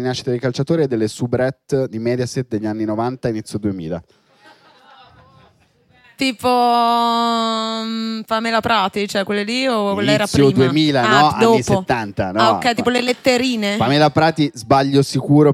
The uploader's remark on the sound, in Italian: In questa puntata LIVE da enoteca/naturale